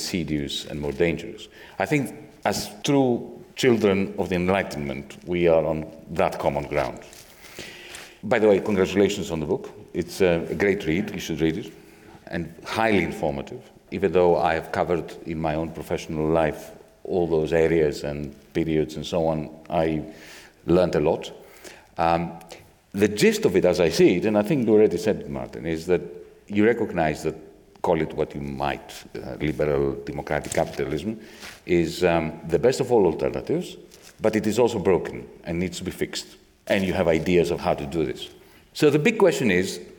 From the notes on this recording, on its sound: This episode brings you part one of our live event